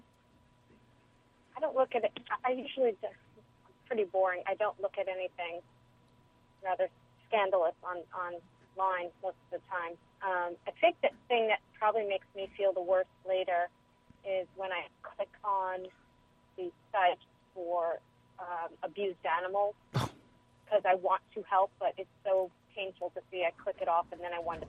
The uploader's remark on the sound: Another WFMU call-in special -- Ask Roulette live with callers and special guests